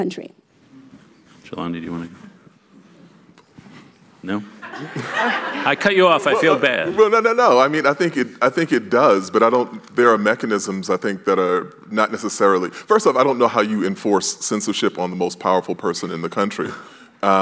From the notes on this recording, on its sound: panel from the 2022 Aspen Ideas Festival